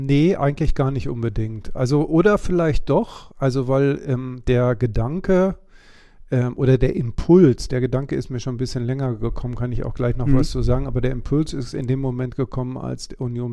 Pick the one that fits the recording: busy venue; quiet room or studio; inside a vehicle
quiet room or studio